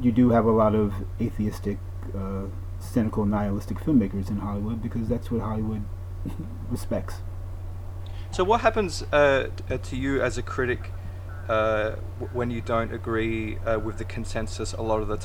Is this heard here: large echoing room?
no